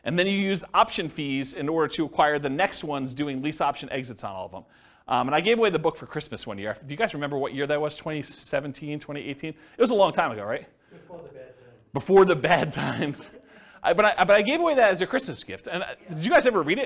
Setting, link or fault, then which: setting, live audience